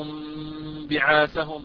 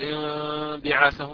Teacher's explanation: عند النطق بالإقلاب الميم تكون يعني مخفاة ليست خالصة يعني مظهرة إنما مخفاة ولكن ليست بفرجة بإطباق رقيقة للشفتين · Shown in: first take · فنقول مثلا كره الله انبعاثهم، ما نقول انبعاثهم، نقول انبعاثهم بإطباقة خفيفة رقيقة للشفتين.